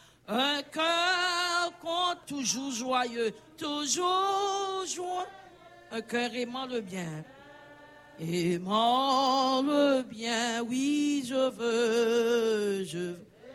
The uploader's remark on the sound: Sunday Service Live.